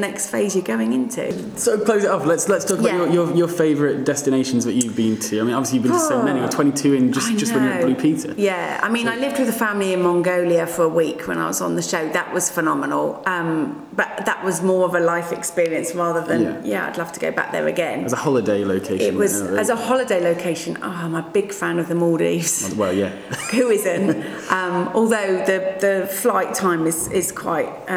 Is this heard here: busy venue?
yes